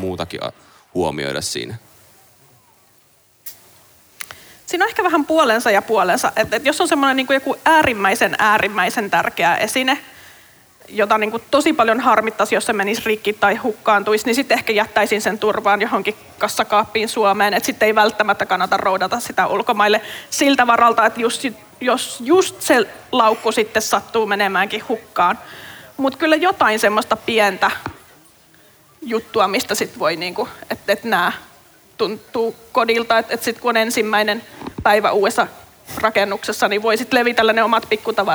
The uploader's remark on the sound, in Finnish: äänitys liveyleisön edessä Kansanlähetyspäivillä 2022